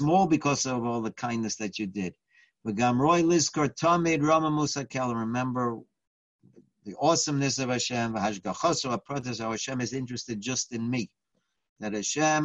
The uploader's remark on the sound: Live On Zoom.